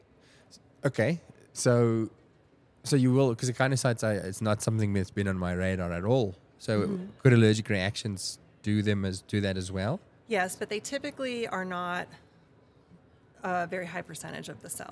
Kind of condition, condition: setting, busy venue